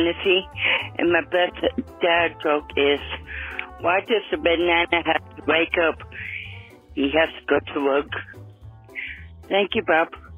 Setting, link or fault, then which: link, phone line